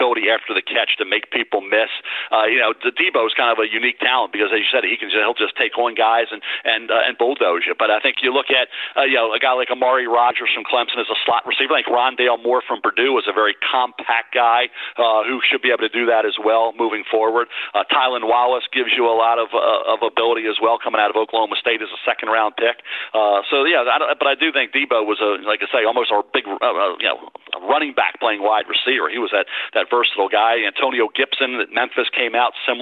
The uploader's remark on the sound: NFL Draft Conference Call